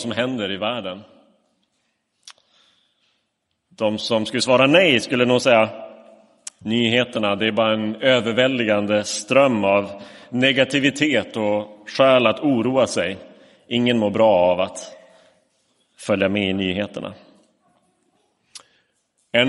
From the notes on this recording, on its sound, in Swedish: Inspelad i Roseniuskyrkan den 4 december 2022